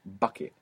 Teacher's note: And you will see that paper move with that burst of air that comes with bucket. That hard B in English is a plosive sound. It means you gather up a little bit of air and you shoot it out when you make that B.